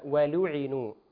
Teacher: فيراعى أن تظهر اللام مع إظهار ضمتها